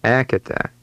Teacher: Did you remember to stress the beginning of that word?